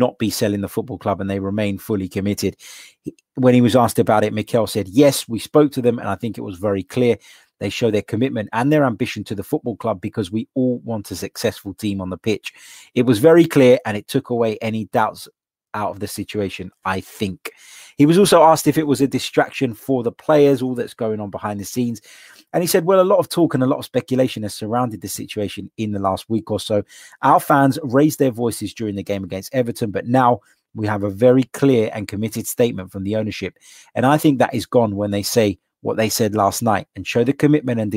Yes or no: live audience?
no